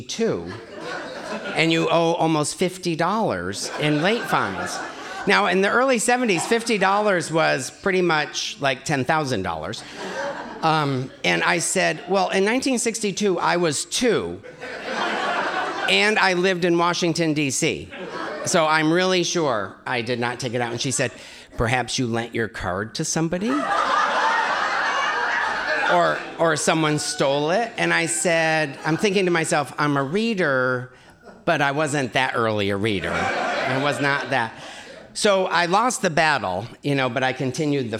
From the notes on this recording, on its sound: Recorded live at Wellfleet Public Library